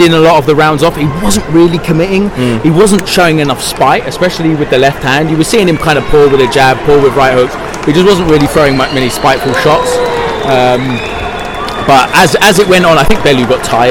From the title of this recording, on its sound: Live from Usyk v Bellew